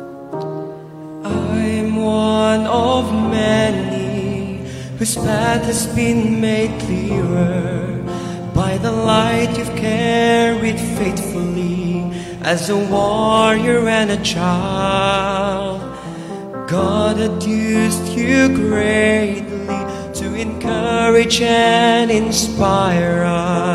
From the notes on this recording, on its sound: Recorded through mesmerizing livestream sessions at our beloved church. Sung by incredibly talented Seventh-day Adventist youth across Batangas.